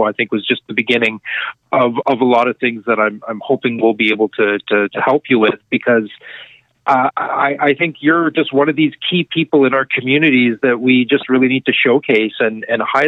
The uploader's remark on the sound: setup a conference call